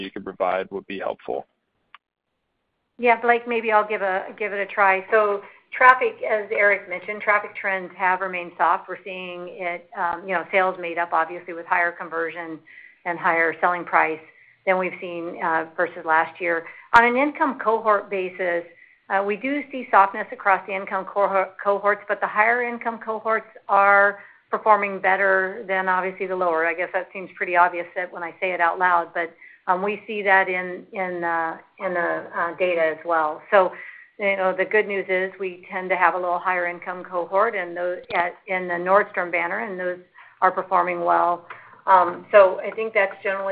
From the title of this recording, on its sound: Earnings Conference Call